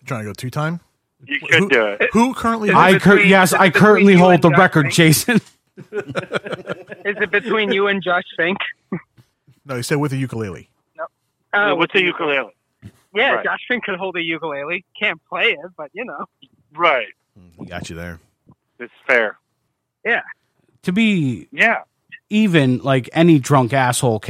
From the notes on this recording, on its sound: on the phone